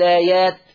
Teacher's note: ولو شلت همزة الوصل فبدأت باللام على طول لايات ماليش إلا قصر البدل